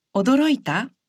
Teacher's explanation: If you say 驚いた, with a rising intonation, it becomes a question.